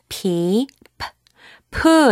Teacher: P, P, P 이렇게 내면 으 소리 넣지 말고요. 바람처럼 P. 그래서 자기가 이 P 소리를 잘 내고 있느냐 보려면 손바닥을 입에 딱 대고요.